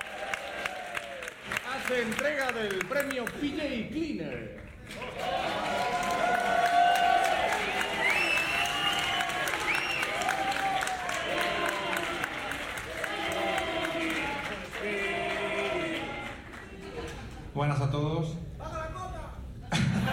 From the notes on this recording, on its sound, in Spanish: Un episodio pódcast grabado en sonido binaural, por las calles de Madrid, de camino a las Jornadas de Podcasting de España.